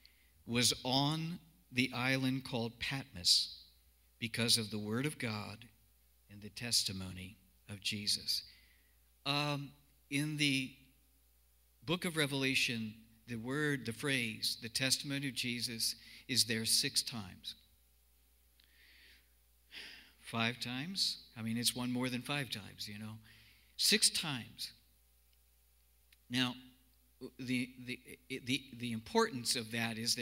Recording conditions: large echoing room